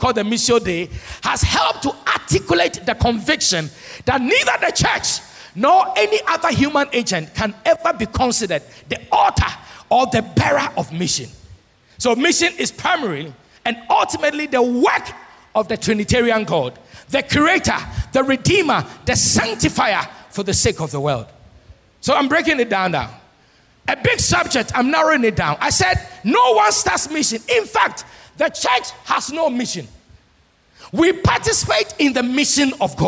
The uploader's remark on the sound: Sermon preached at CBC Adabraka Campus